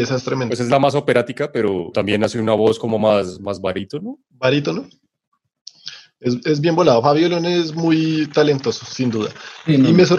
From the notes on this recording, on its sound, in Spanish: Episodio grabado el 20 de agosto de 2020 en línea, desde Bogotá Colombia.